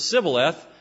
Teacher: And so they took the word Shibboleth, which was very unfortunate for the Ephraimites because they couldn't pronounce the SH sound, and so they pronounced it Sibboleth